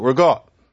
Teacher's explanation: instead of ricotta, that sound's going to soften into a g